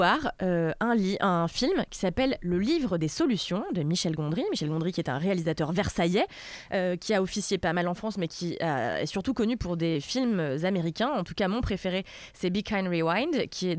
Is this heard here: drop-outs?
no